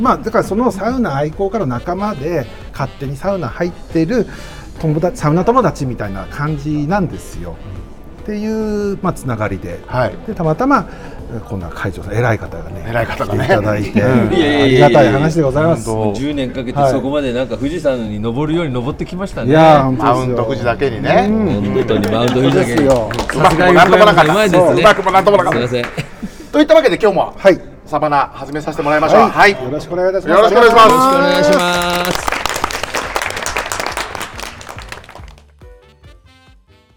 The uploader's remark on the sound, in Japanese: 今週は 「万平蒸祭 in ホテルマント富士」 でスナック濡れ頭巾を行った際の公開収録の模様をお届け！全国からお越しいただいたサウナ好きとお送りいたします。